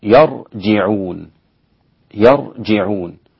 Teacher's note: الإمام يعقوب ظل على أصله بفتح ياء المضارعة، فتح ياء المضارعة وكسر الجيم